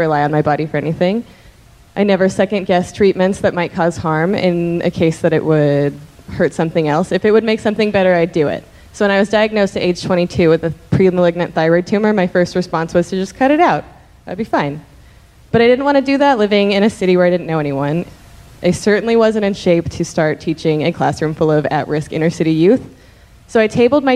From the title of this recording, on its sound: Live From Chicago